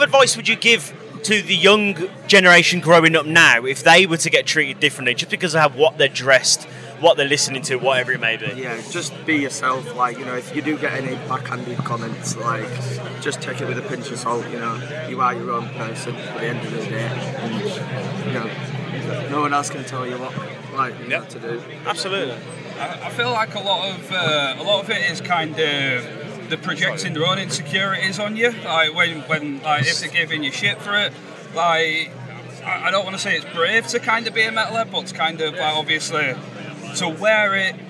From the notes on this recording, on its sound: From our 'Live from Bloodstock 2023' series.